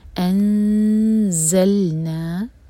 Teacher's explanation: وما انزلنا، ان یہاں پر ایمٹی نون کے بعد زا ہے تو ہم یہاں پر کریں گے اخفاء، نون کی آواز کو چھپائیں گے، دو سیکنڈس کا ٹائم دیں گے اور زا کے لیے زبان تیار، اور زا پر بزنگ ساؤنڈ. تو یہ ہوا انزلنا.